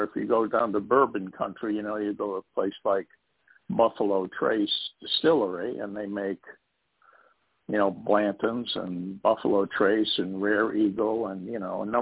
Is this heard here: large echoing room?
no